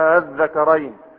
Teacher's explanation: إبدال الهمزة الثانية حرف مد من جنس حركة ما قبلها، وطبعا قبلها مفتوح فتبدلها ألفا الذكرين، ولأن الحرف الذي بعدها مشدد، ها، فيصبح من قبيل المد اللازم، يصبح من قبيل المد اللازم. · Term: الإبدال